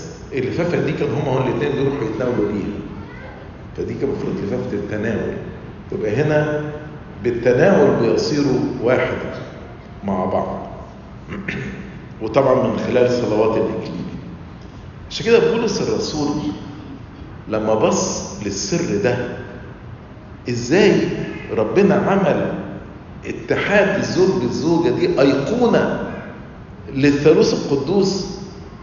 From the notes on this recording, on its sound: Lecture - Nashville Family Convention - Nashville, TN